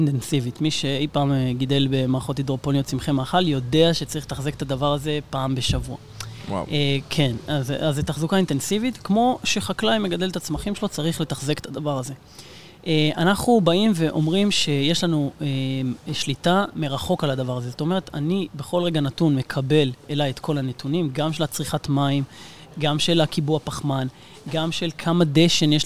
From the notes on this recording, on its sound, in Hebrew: בפרק שהקלטנו במסגרת כנס ההכנה לCOP27